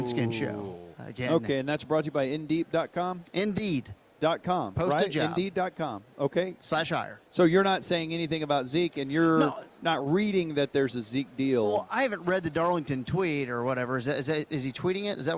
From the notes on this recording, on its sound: live from Cowboys training camp